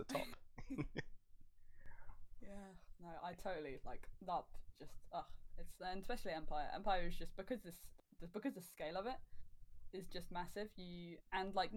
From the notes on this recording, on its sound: Audio isn't great on this. Have attempted to "fix" it but will still dip/pop occasionally.